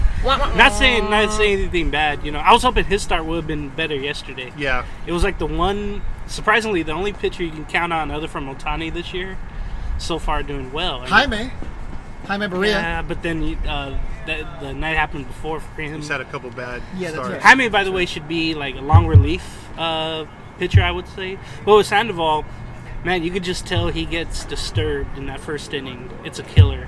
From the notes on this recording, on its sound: Replay of the live from the Tailgate.